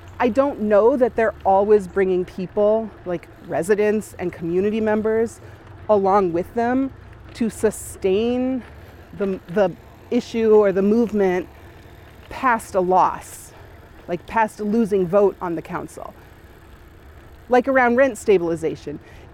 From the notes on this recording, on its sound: A special episode of the Wedge LIVE podcast recorded on bikes in Northeast Minneapolis